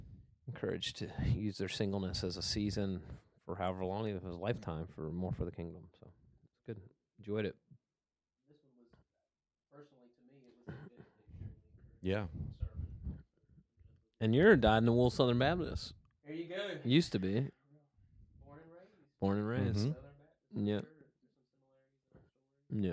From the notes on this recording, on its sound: There is an audio issue which causes some in consistency in the volume levels for the first half of this podcast.